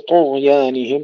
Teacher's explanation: أيضا الغين فيها الرخاء وليس فيها قلقلة، بعض الإخوة يقولون طغيانهم، طغ قلقلون الغين، وهذا خطأ.